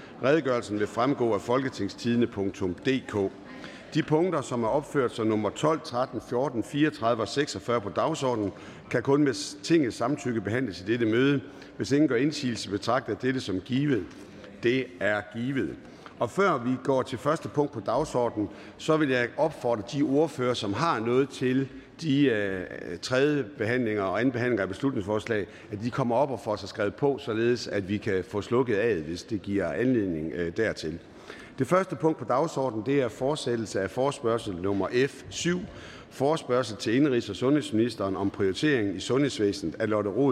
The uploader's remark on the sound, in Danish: Møde i salen.